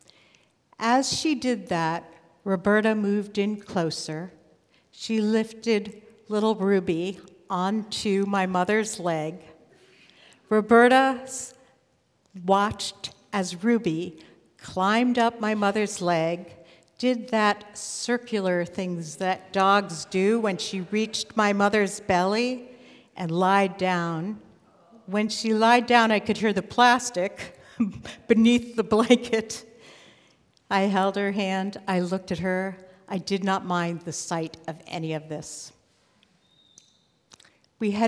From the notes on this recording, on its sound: live at Nordia House in Portland, OR Portland Story Theater